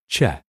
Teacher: in English, it's formed a little further back in the mouth. This makes a thicker ch sound.